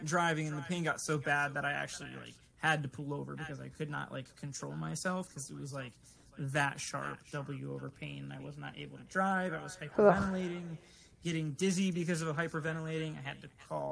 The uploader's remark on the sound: This was our first time recording virtually, from 3 different locations (thanks COVID), so the sound quality is a little off and echoey.